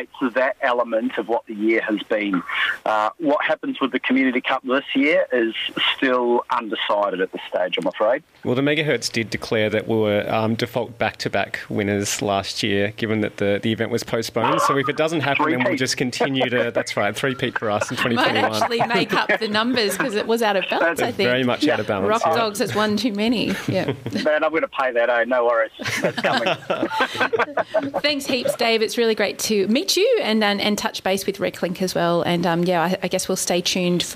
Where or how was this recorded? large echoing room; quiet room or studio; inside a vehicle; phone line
phone line